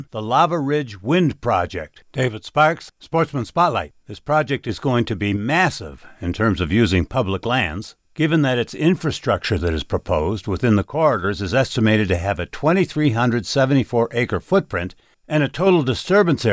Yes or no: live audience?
no